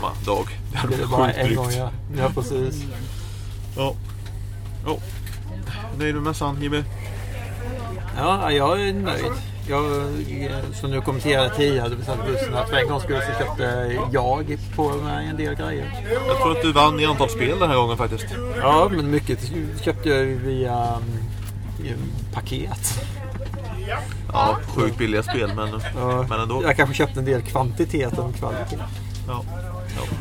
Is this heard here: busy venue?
yes